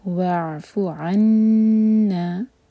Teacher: یہ حمزہ نہیں ہے عین ہے، حلق سے نکالیں گے, اور نون پر شدہ تو نون پر غنہ، عنا، اور